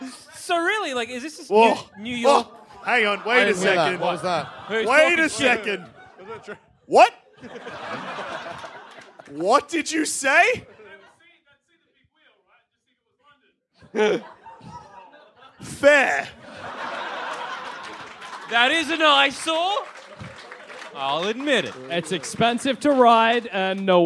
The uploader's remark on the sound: Recorded from The 2017 Sydney Comedy Festival with too many guests!